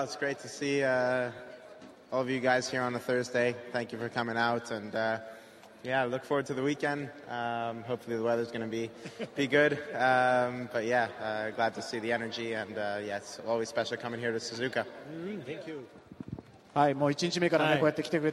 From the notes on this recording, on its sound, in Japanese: 鈴鹿サーキットから臨場感たっぷり録れたて音声をお届けします。